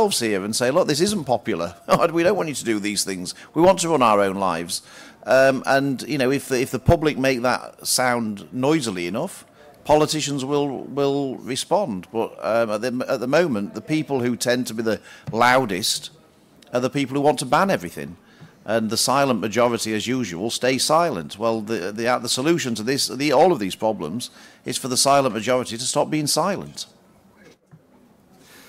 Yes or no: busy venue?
yes